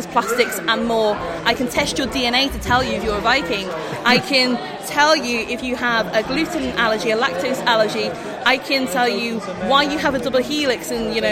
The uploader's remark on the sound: recorded at Liverpool Makefest 2018